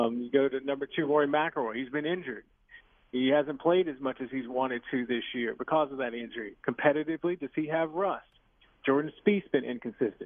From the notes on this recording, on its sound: calls in LIVE from Erin Hills